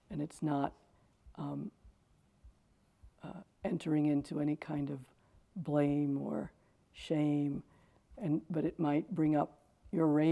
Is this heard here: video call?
no